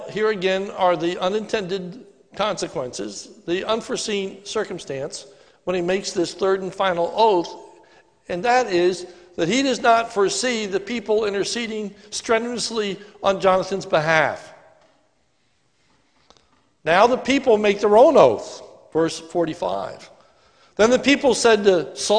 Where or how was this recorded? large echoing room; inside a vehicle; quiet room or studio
large echoing room